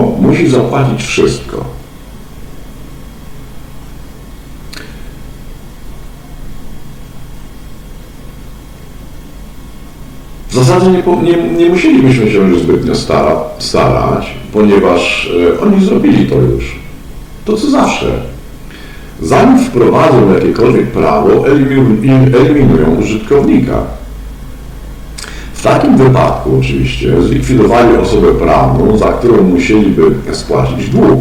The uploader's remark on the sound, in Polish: Wybaczcie proszę jakość dźwięku.